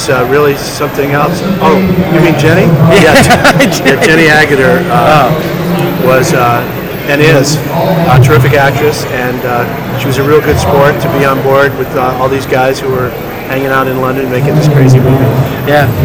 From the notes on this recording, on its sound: All recorded Live at the Haunted Screams Expo.